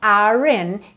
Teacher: Então, are in, eu já uso esse R enrolado para fazer essa ligação